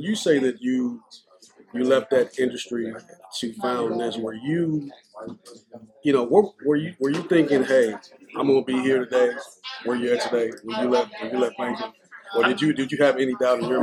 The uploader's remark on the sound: in Greenville Mississippi at his mens entrepreneurship conference on April 15, 2023.